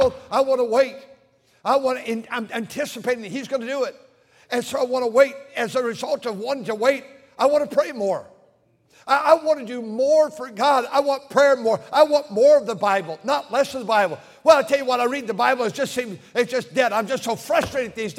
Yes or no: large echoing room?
yes